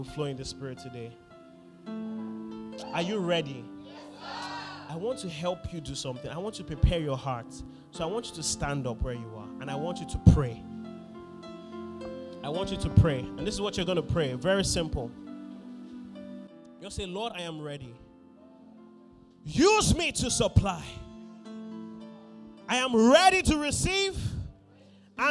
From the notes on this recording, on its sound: Sermon from Ignite conference.